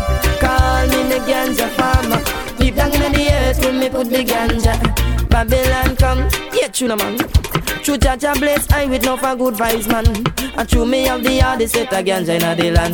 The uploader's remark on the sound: selecting and micing live at "SAM'S 34TH B'DAY EDITION"